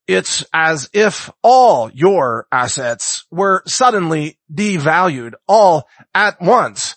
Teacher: he has a speaking style where he emphasizes every word in a sentence. Like every word is the emphasis.